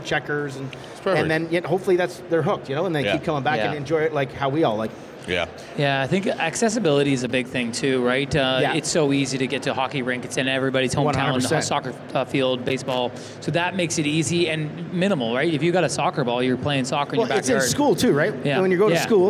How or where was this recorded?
busy venue